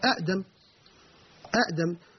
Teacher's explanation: فالهمزة الثانية أبدلت من جنس حركة ما قبلها · Term: الهمزة الساكنة